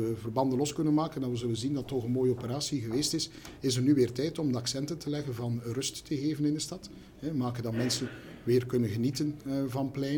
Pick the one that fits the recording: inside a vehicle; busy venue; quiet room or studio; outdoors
busy venue